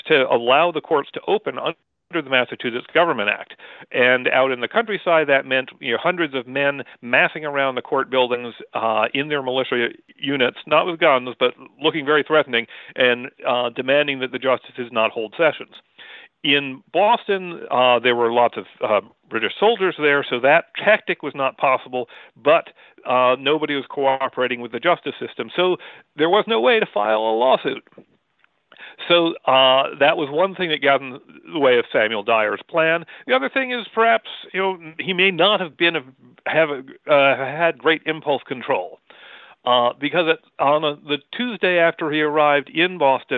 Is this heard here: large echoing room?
no